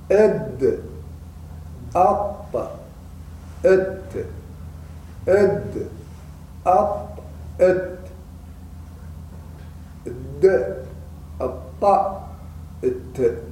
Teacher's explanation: التاء والطاء والدال إذن من رأس اللسان مع أصول الثنايا مع أصول الثنايا العليا أصول الثنايا العليا معناها مع ما يخرجان من أصول الثنايا العليا معناها من منبت الثنايا العليا في اللثة اللثة اللثة هي المكان الذي تنبت فيه الأسنان هذا تموت في الإسلام.